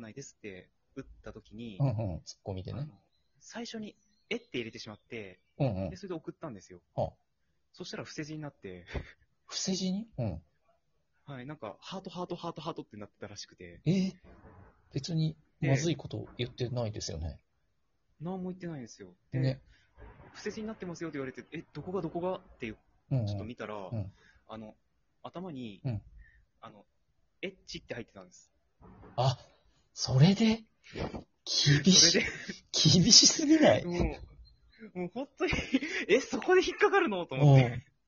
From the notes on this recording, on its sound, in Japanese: 外で収録しがち。外録の注意点。リモート収録。